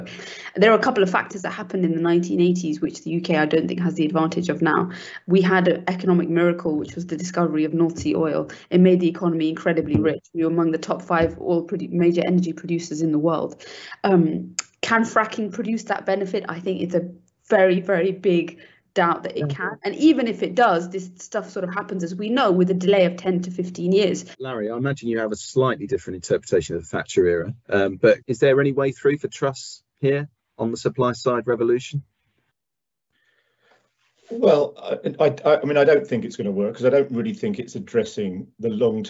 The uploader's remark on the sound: From the Powerscourt Webinar ‘All Trussed Up’.